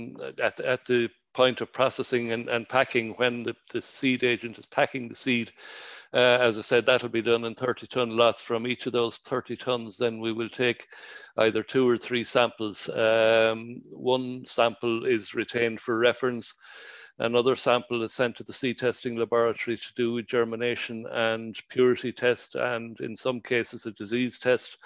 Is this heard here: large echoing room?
no